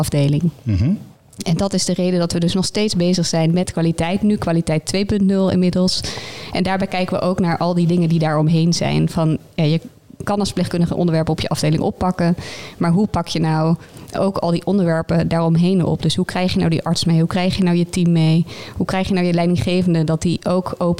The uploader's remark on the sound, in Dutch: De podcast is de eerste van een zesdelige serie die werd opgenomen tijdens het kennisfestival Bruis op 14 juni.